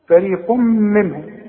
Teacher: نون ساكنه بعدها ه اظهار على طول